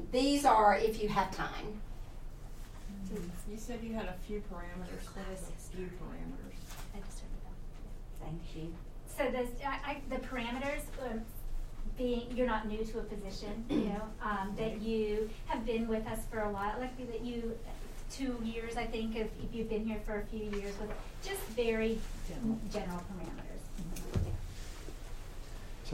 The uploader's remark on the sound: We actually recorded this at one of our Regional Charter School Consortium meetings. You will hear many voices asking the questions, and also hear some responses from other members of the administration.